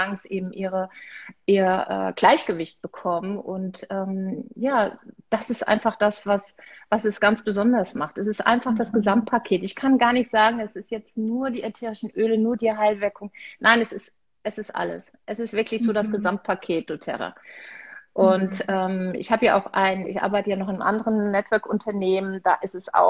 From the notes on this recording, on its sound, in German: heute teile ich mit dir ein wundervolles Live auf Instagram